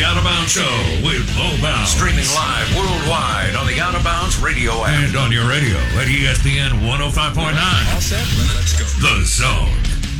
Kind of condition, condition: link, phone line